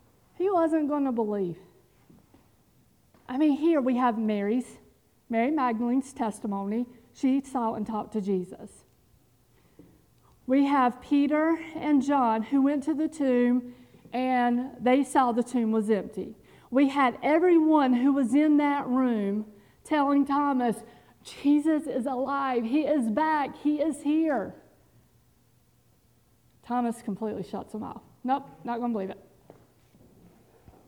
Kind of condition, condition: setting, large echoing room